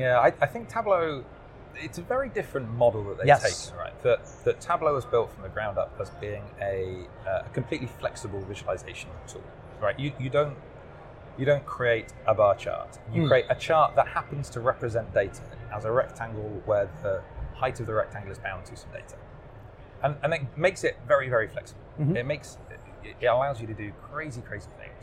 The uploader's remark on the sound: Recorded at Microsoft Ignite in Orlando.